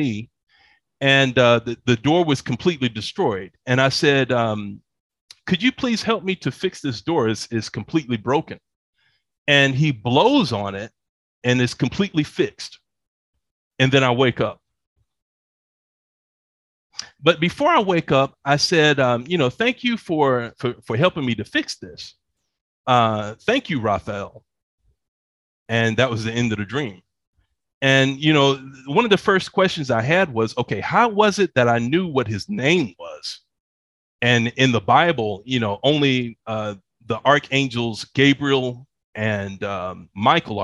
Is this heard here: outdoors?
no